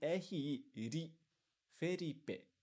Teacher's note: li não existe no japonês. Aí a gente aproxima para um som de ri